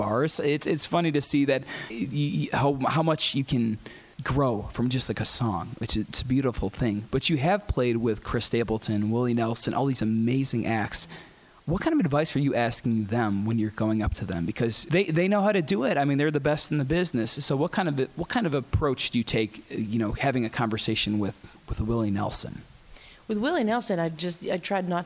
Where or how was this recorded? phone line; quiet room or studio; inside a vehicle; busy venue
busy venue